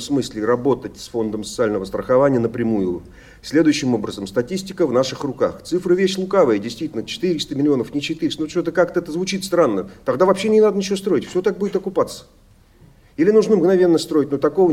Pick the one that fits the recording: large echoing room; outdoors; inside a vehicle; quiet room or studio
large echoing room